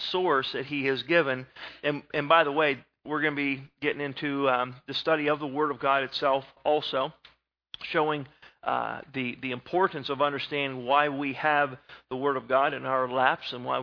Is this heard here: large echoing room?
yes